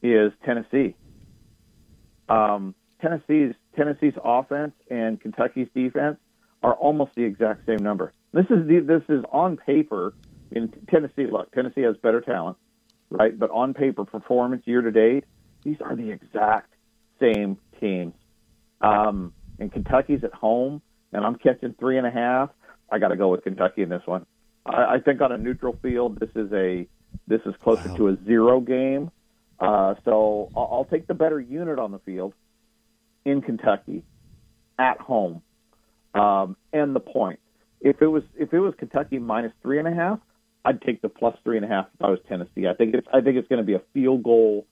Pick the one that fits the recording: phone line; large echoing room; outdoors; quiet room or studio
phone line